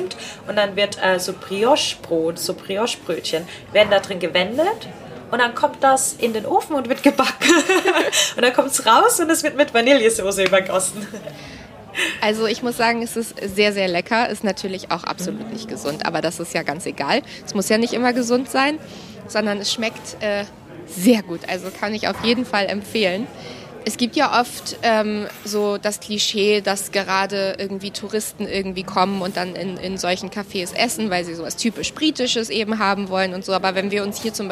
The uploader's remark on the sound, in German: Und genau in so einem Caff haben wir diese Folge aufgenommen. Das Regency Café in Westminster ist eines der bekanntesten Caffs in London.